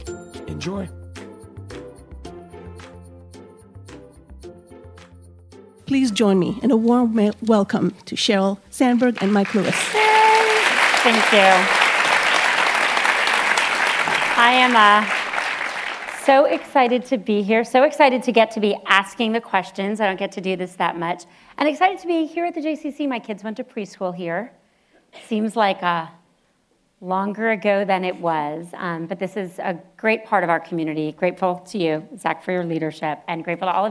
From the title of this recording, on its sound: Live at the Palo Alto JCC